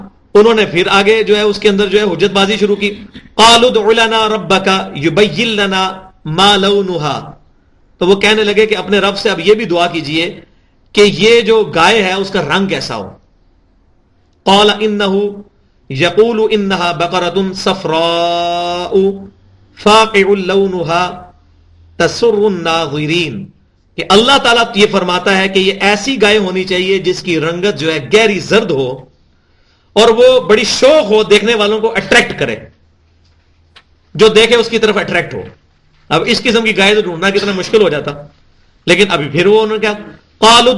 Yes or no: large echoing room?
yes